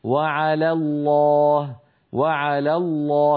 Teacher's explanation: فيرقق لام على ويفخم لام لفظ الجلالة